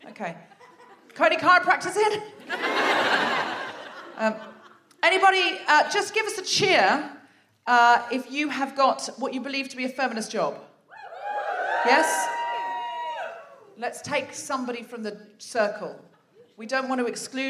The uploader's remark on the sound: Live from the Lowry in Salford